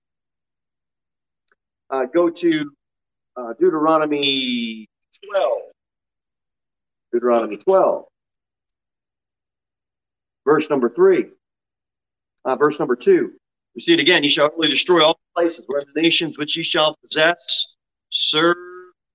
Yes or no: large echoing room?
yes